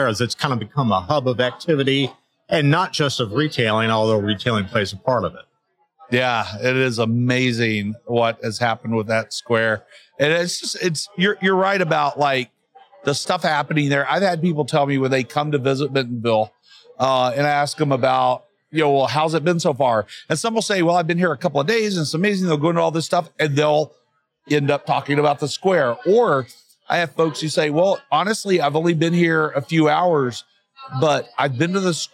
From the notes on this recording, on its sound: 2023 NWA Tech Summit Live. Featuring live-recorded conversations at the 2023 Northwest Arkansas Technology Summit with the thinkers and doers shaping the future of global tech in Bentonville.